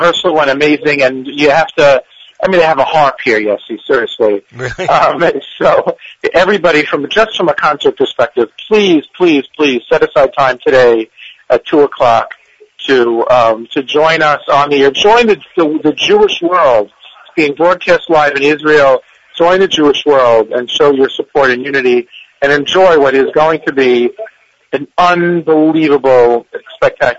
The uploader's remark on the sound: Some of the NSN Staff members who are currently in Paris will phone